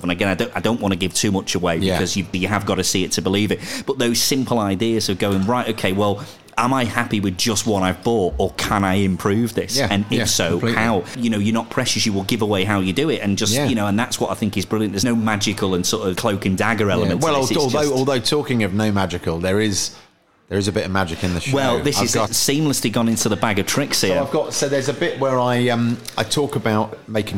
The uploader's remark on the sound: out and about in Edinburgh